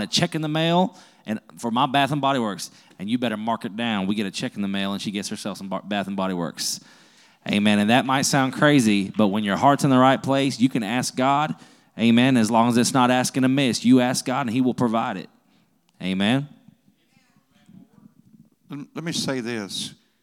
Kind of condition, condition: setting, large echoing room